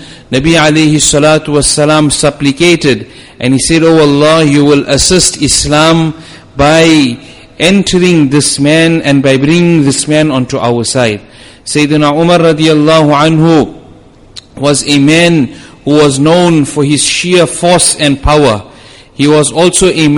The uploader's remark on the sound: Jumuah lecture